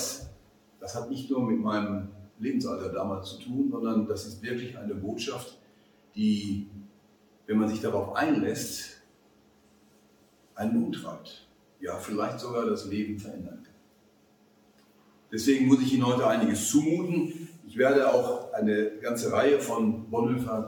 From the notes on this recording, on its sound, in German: Vortrag beim Zinzendorf Forum am 27.11.2021 in Marburg.